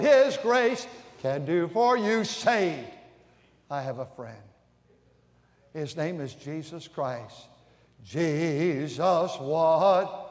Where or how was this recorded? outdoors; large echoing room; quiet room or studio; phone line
large echoing room